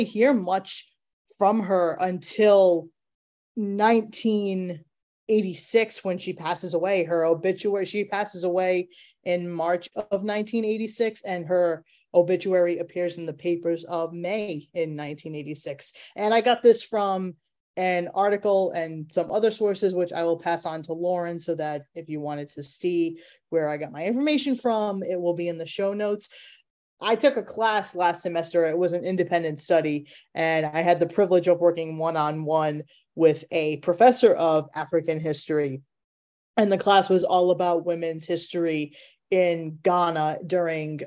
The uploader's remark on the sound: your four hosts are back around the (Zoom) table